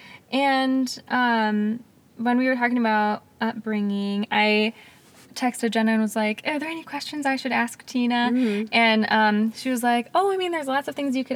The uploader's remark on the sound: Hop in the car with them as they chat in the parking lot of Custard Time, the ice cream store they grew up working.